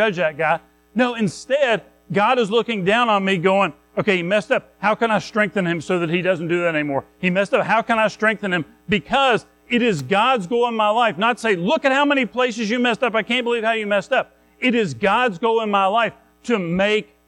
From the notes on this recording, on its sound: Recorded at Madison Baptist Church in Madison WV.